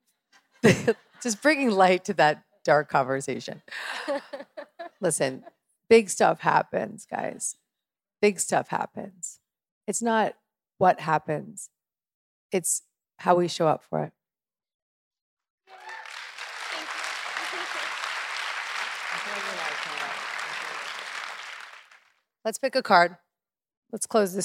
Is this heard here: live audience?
yes